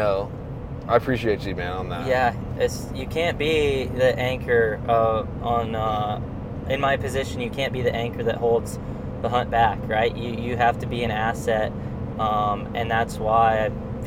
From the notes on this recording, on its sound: as we are driving down the road